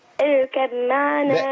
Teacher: الباء في الميم ده من قبيل إدغام المتجانسين